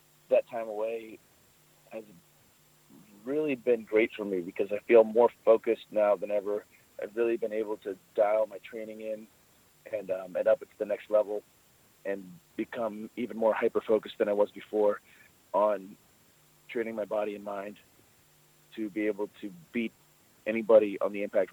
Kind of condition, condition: link, phone line